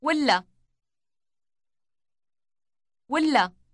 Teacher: the L sound is doubled in length